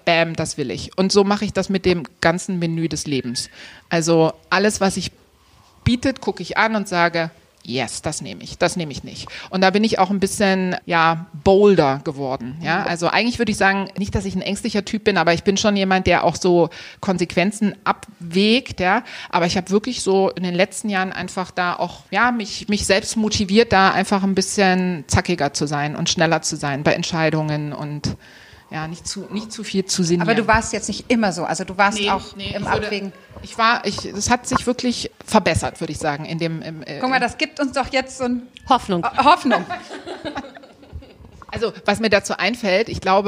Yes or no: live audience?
yes